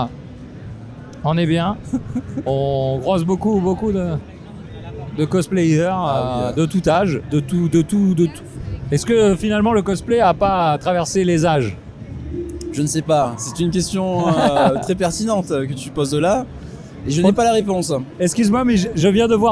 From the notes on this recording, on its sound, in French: un épisode en mode live avec une couverture de la Geek expo en Avignon